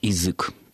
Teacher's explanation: мы не произносим в безударной позиции «я» как «а» после мягкого согласного · Term: иканье